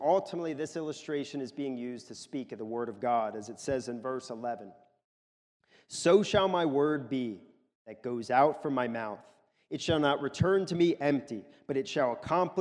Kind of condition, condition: setting, large echoing room